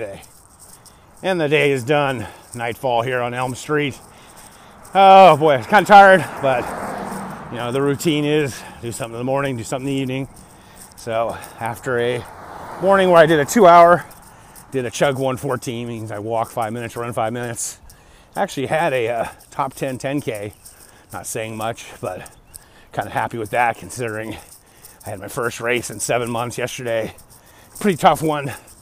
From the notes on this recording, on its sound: Walk Talk. I was out walking in the pre dawn hours like I have done for decades...